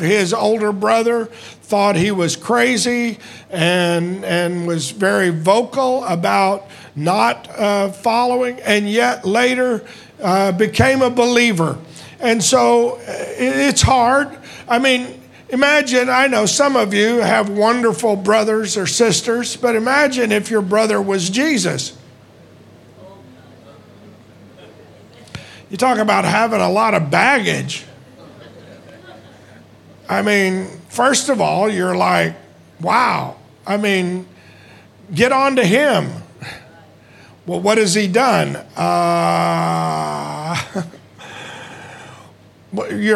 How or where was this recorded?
live audience